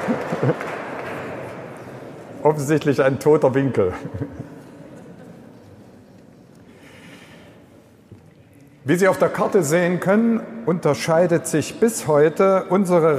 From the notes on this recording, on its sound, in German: Eröffnungsvortrag bei der kirchlichen Fachmesse und Ideenbörse " die pastorale " in Magdeburg. Wir danken dem Offenen Kanal Magdeburg für die Bereitstellung der Aufnahme!